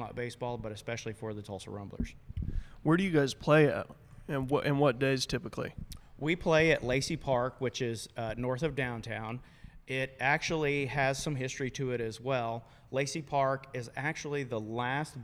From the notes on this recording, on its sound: Tonights episode was recorded at Dead Armadillo Brewery at 4th and Peoria.